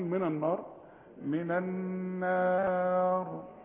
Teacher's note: اساوي النون الاولى بالنون الثانيه اقول من النار